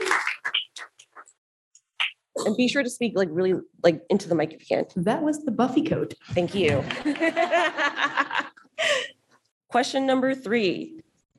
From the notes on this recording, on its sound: During the 2023 ASCLS, AGT & SAFMLS Joint Annual Meeting (JAM) in Providence, RI, Off the Bench hosted and recorded the first ever JAM Query Check (QC) live show. Three contestants went buzzer-to-buzzer in friendly competition. Audience members even got in on the action as lifelines for the contestants.